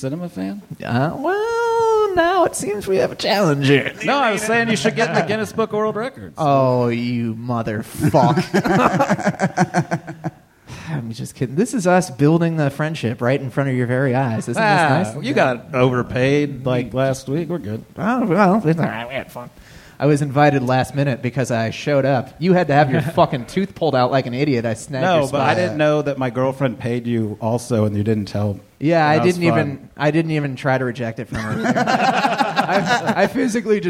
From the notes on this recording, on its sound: This live talk show is recorded in front of a human audience. At Chameleon in Northside, Cincinnati.